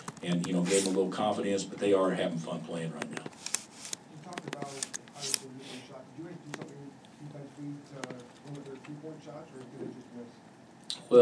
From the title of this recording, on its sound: Press Conferences & Post-Game Interviews